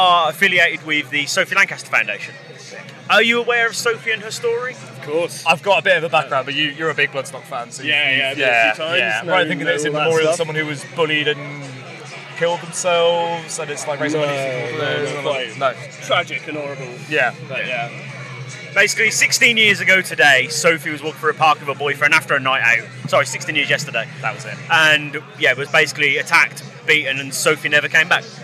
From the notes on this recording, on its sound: Live from Bloodstock 2023.